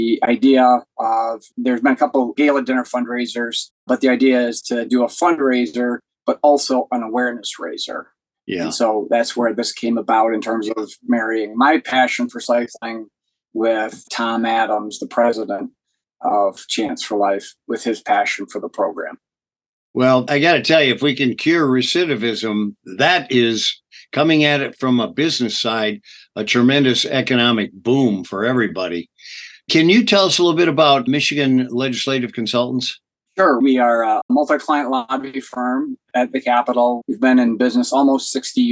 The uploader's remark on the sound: This interview conducted via ZOOM, was conducted from Lansing. Along his route in the Upper Peninsula of Michigan and suffers from some lagging internet bandwidth. We apologize for the technical limitations from this shared video interview!